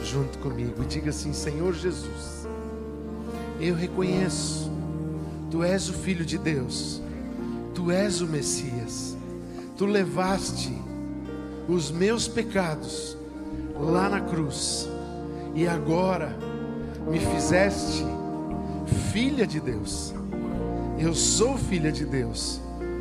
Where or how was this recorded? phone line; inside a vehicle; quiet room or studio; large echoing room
large echoing room